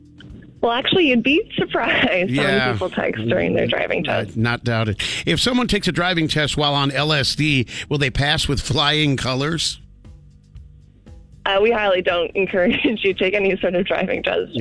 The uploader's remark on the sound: calls a driving school today for The Senseless Survey!